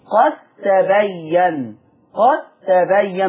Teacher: يبقى الدال في الدال والدال في التاء إضغام واجب عند الكل